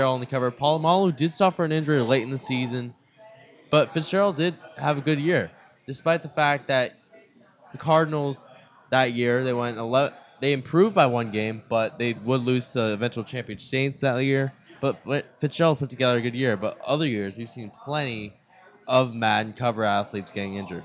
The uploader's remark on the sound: Microsoft Live Remote, Scottsdale Fashion Square. We recorded for VaKids and streamed live on kidstar.org.